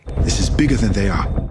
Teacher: Listen to those TH sounds in this. This is bigger than they are. They should be dentalized. This, they.